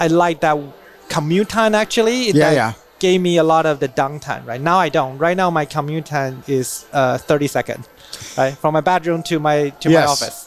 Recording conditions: busy venue